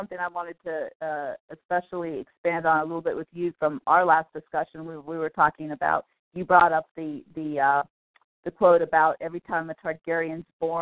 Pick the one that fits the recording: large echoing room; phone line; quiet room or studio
phone line